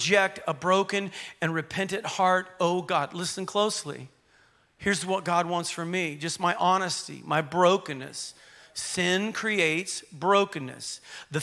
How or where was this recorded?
large echoing room